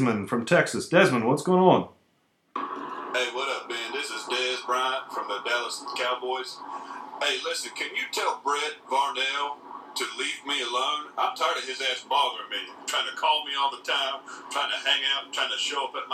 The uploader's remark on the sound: takes phone calls for the entire episode